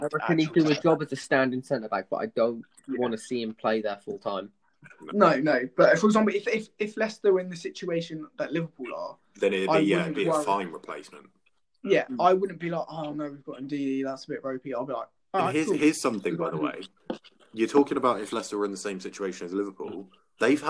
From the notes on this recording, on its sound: We had some slight audio issues this episode.